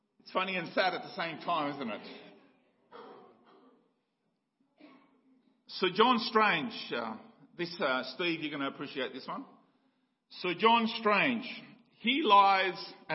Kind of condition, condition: setting, large echoing room